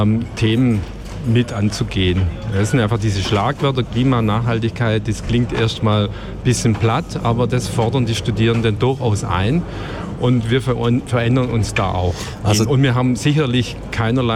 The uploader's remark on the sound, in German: Festivalausgabe live aus dem Merkerareal in Baden.